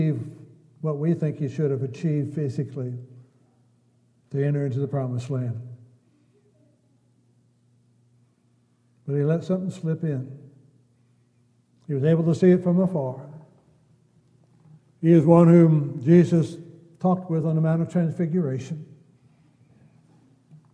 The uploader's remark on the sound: Downtown Church Of Christ Audio Sermon